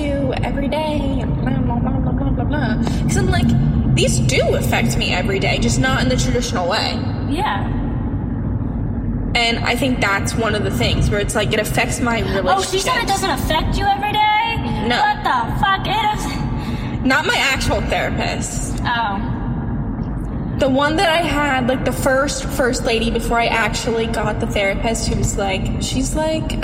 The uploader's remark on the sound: all while in the car